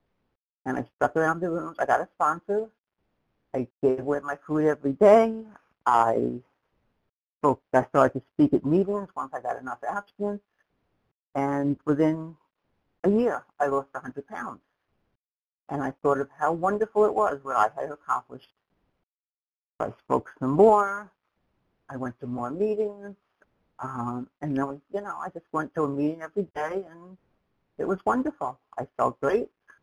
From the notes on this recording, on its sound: from the 100 Pounders Phone Meeting, date unknown